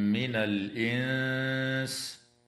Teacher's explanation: وتخفى النون الساكنة عند السين مع الغنة في كلمة الإنس مع مراعاة ترقيق الغنة